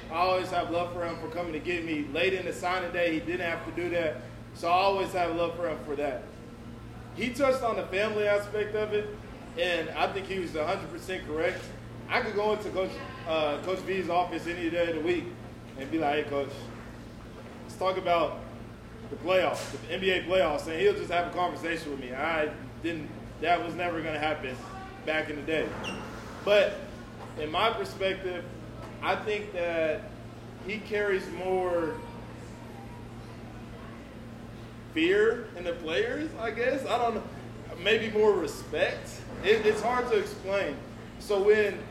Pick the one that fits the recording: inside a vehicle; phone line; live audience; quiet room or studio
live audience